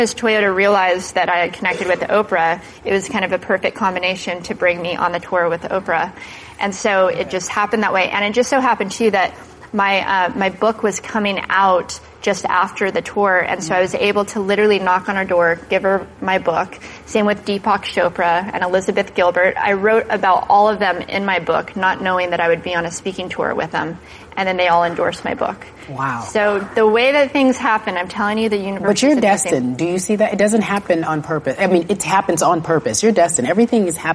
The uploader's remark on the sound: in front of a live studio audience